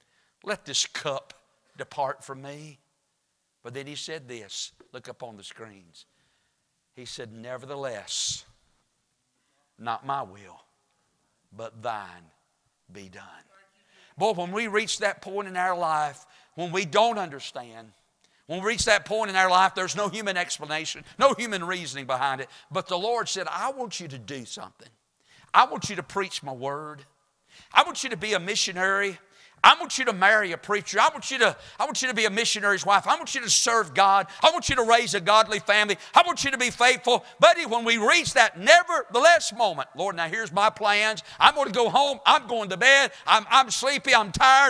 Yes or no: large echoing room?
yes